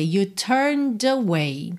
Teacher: você vai do N pro D e usa o som do D para juntar em away, turned away.